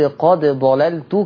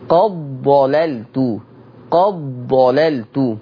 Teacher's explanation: بأكد على إدغام الدال في الضاد · Shown in: second take